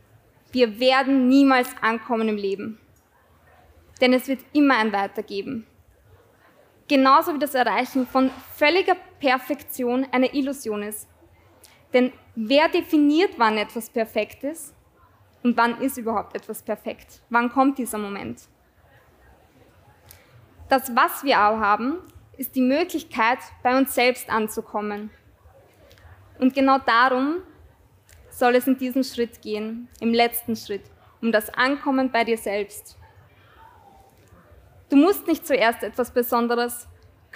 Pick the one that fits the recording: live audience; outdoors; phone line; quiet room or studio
live audience